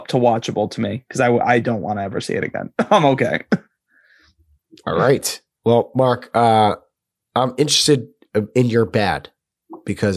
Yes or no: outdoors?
no